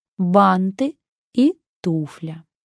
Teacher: грамотно ставим ударение на первый слог в словах «банты» и «туфля»